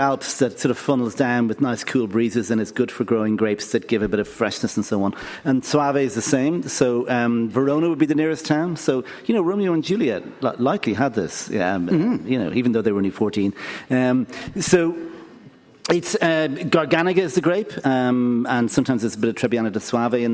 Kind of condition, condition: setting, busy venue